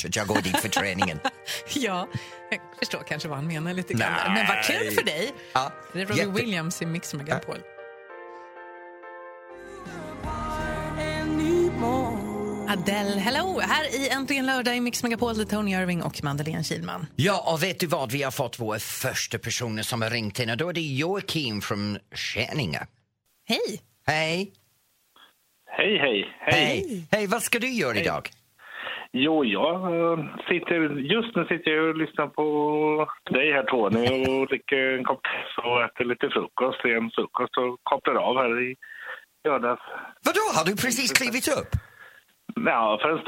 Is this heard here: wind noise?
no